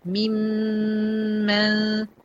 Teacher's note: ميم المشددة أول غنتها، بعد كده غنة الإخفاء